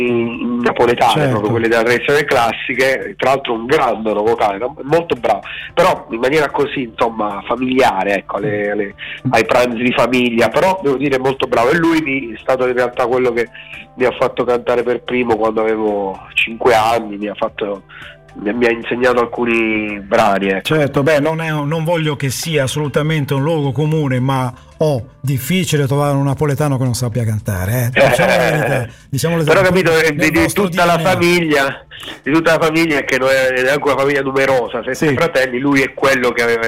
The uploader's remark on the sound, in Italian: INTERVISTA TELEFONICA